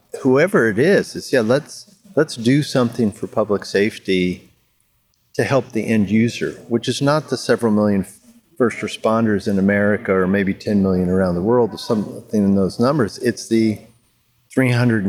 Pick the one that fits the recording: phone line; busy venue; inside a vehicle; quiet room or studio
busy venue